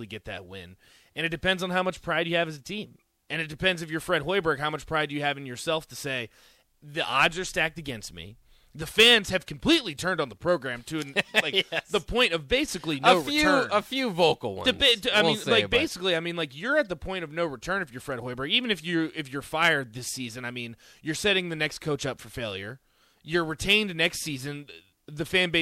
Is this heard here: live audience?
no